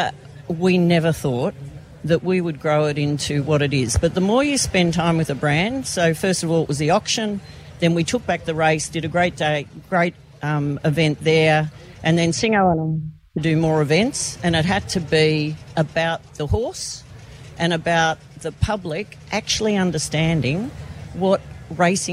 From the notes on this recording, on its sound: Were live from Surfers Paradise Beach this morning for the Magic Millions Barrier Draw.